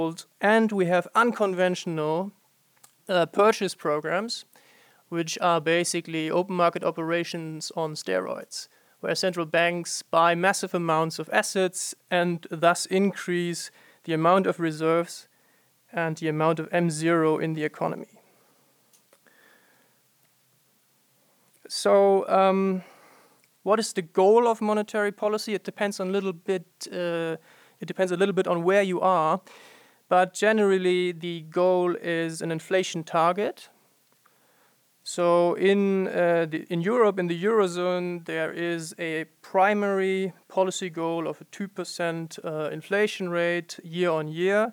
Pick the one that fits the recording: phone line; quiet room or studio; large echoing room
large echoing room